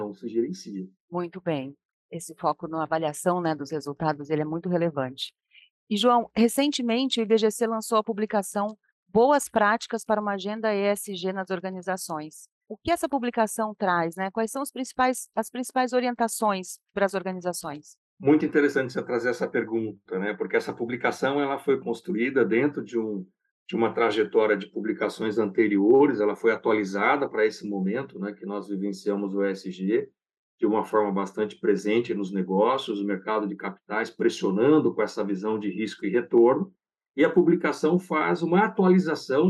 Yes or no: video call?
yes